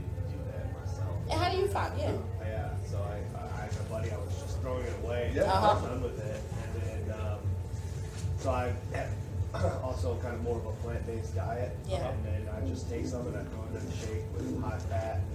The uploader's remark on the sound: A Live Demo | Alternative Products Expo | Fort Lauderdale 2022.